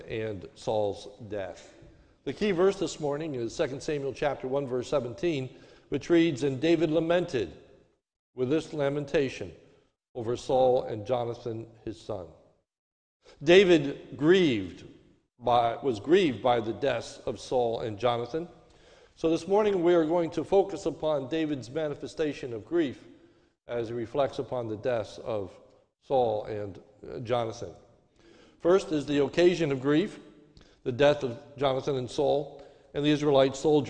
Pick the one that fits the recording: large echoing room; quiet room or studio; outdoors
large echoing room